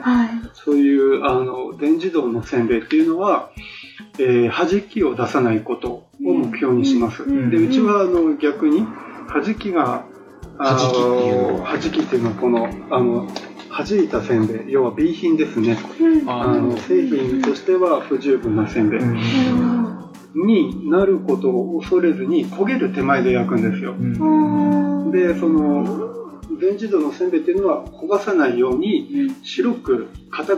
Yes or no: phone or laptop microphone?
yes